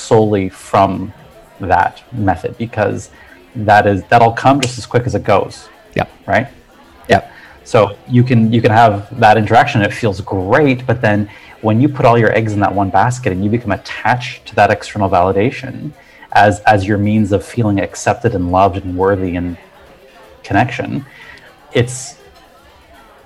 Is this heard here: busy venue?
yes